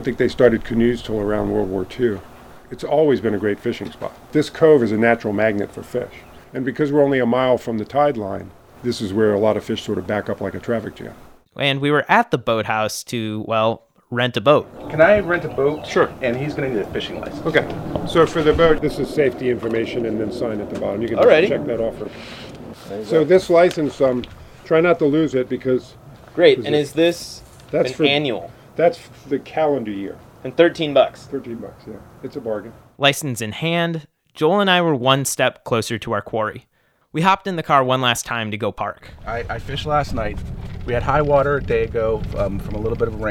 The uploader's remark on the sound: we row our way out into Fletchers Cove on Washington DC's Potomac River